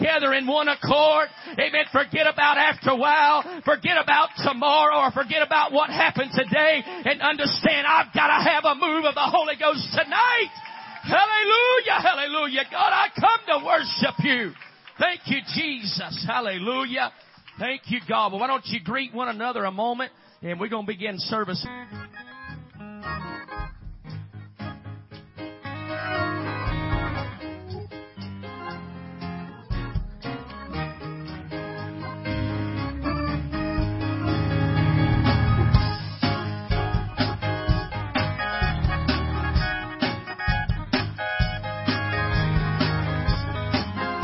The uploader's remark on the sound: Complete Service Youth Rally FPC of Jennings LA